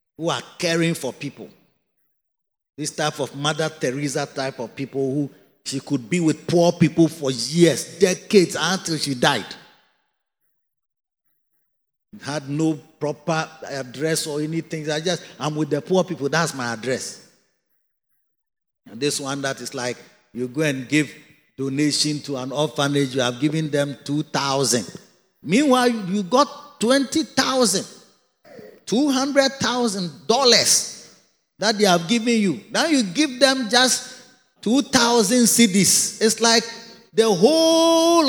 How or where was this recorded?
large echoing room